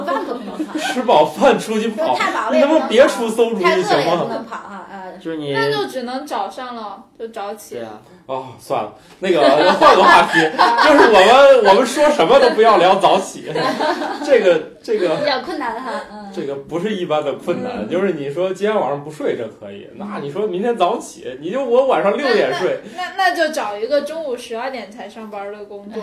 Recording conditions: poor microphone